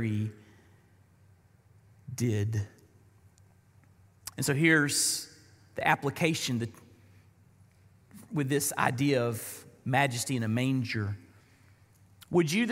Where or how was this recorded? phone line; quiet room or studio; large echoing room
large echoing room